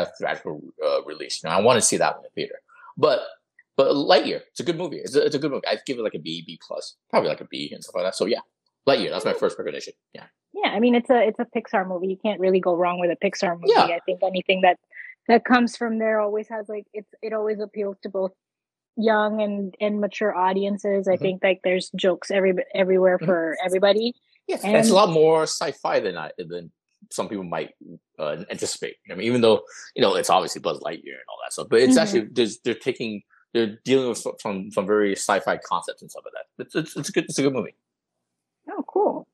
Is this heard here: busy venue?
no